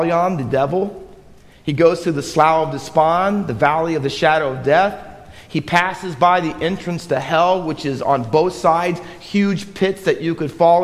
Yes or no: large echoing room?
yes